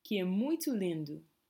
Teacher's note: So the O at the end has more of an U sound.